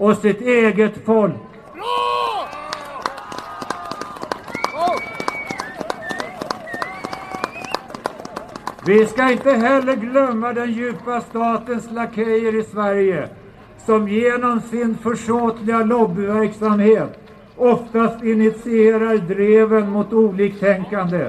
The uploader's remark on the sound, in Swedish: Talar på Mynttorget 10 mars 2019.